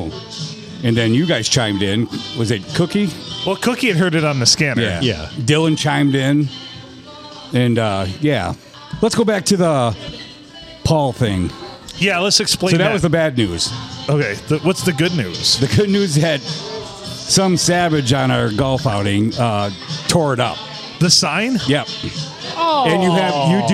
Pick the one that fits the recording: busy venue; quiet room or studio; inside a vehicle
busy venue